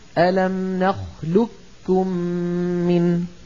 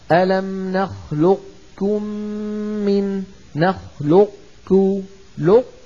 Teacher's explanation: أن نطبق على قاف ونفتح على كاف · Shown in: second take